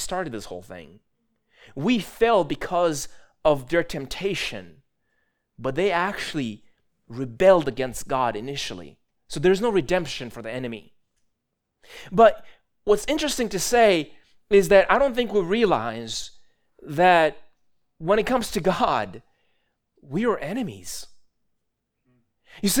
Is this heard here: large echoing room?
yes